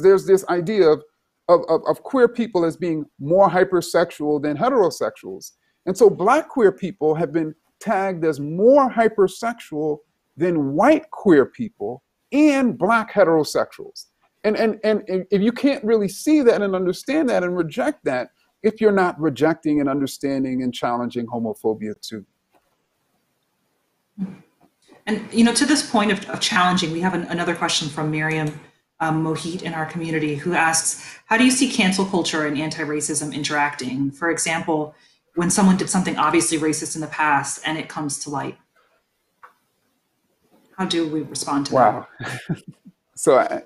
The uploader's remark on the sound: This virtual interview